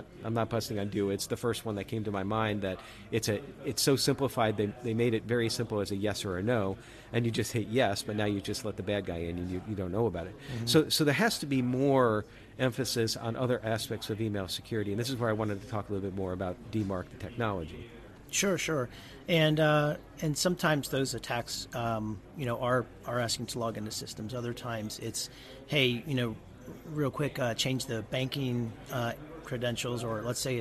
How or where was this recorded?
busy venue